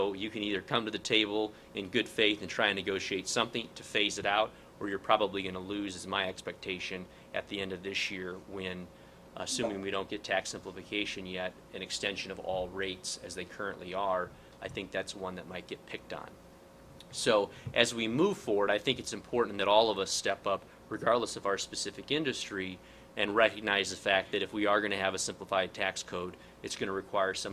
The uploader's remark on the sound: WASHINGTON, DC. Delivered a speech to a luncheon meeting of The Ripon Society.